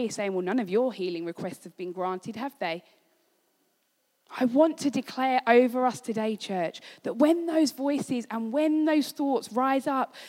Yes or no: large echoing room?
yes